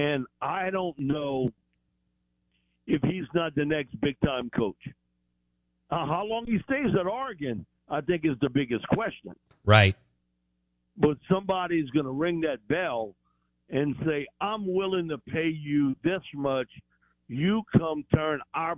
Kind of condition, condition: link, phone line